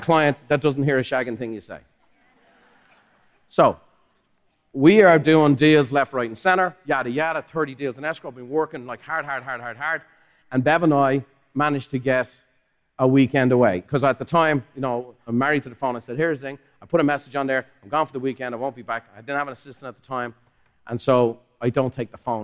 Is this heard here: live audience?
yes